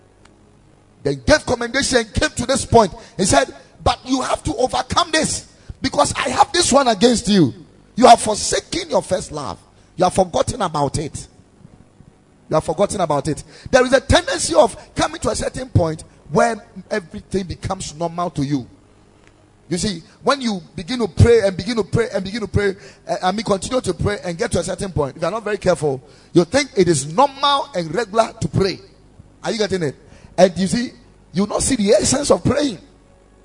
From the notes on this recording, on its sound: Preached at the Ekklesia Chapel